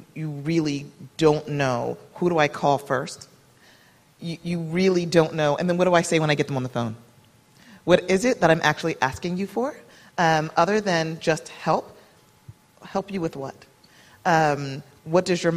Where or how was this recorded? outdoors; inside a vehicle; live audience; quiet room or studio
live audience